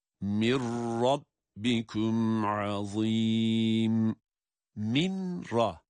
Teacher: Cezimli nun kendisinden sonra gelen ra harfine idgam edilerek, katılarak okunuyor.